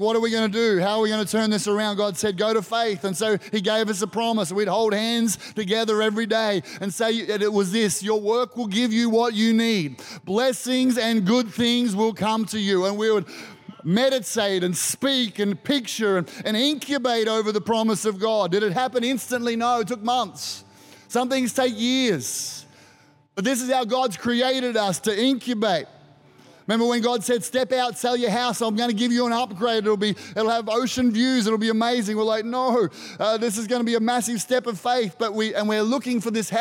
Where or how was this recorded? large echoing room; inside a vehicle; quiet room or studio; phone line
large echoing room